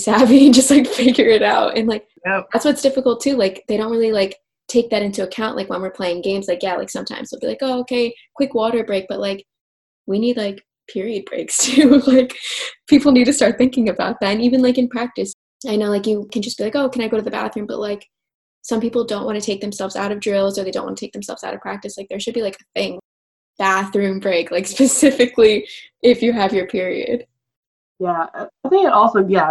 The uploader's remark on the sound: Bare with my zoom audio